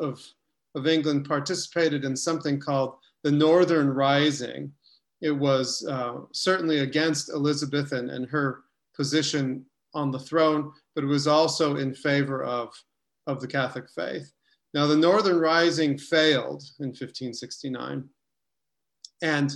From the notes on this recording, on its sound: A webinar lecture. Originally broadcast as a live web event.